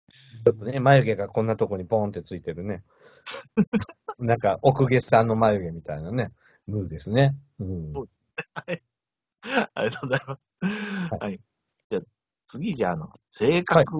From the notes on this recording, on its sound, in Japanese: Skypeで収録しました。プチプチ音が途切れる箇所もちらほら。ズーム収録のつもりがSkypeになり。